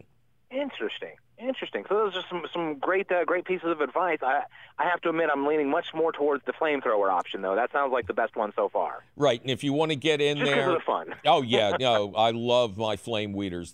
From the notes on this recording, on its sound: Otherwise, it’s a fabulous phone call show!